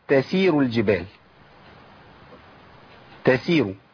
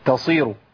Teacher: ناخد بالنا ونحذر من إبدال الصاد بسين · Shown in: second take